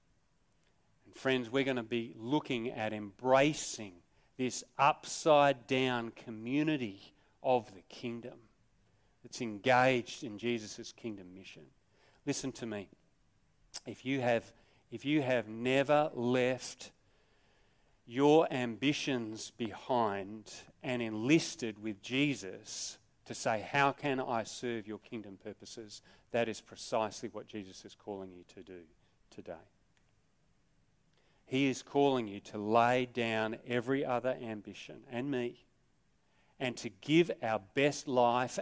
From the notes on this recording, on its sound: Sermon recorded live from Morley Baptist Church.